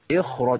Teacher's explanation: فلا خد بالك ان الخاء الاصل فيها الاستعلاء وهي مفخمه، فالخاء هنا لابد منها ترتفع لتتناسب مع الراء المفتوحه المفخمه